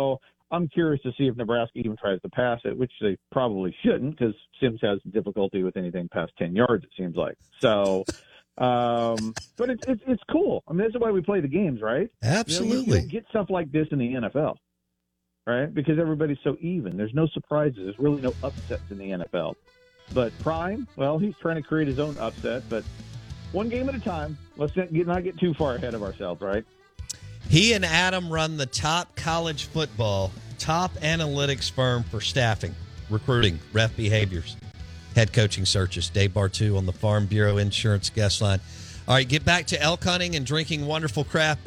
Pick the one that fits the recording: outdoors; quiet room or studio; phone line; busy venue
phone line